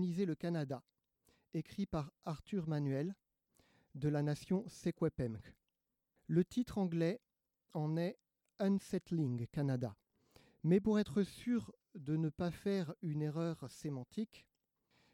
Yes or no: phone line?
no